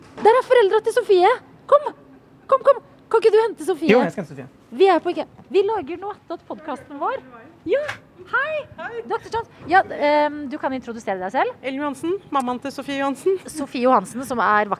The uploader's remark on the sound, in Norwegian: live fra IKEA